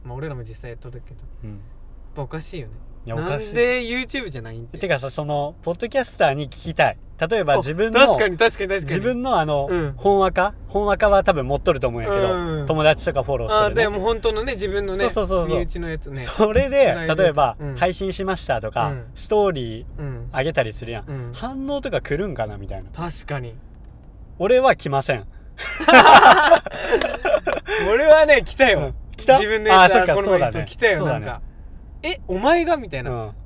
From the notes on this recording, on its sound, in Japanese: ボードの帰り道に、ただ喋ってるだけじゃもったいないよね、、収録でもしてく？のテンションで全くテーマを決めずとった。またまた車なので聞き苦しいかもしれないですし。